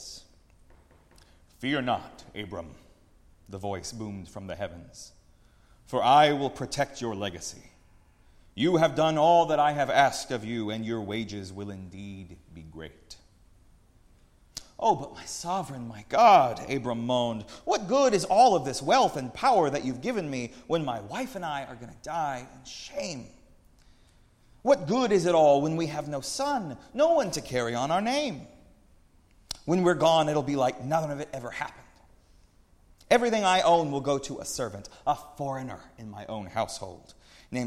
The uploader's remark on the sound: preached at Northminster Church on March 17, 2019